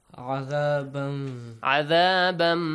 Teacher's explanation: the tanwin will be merged to mim